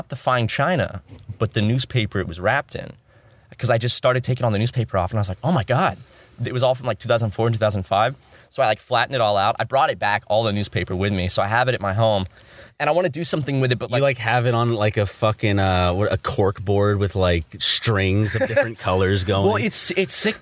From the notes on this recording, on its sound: Podcast In A Van. We did this one in the van.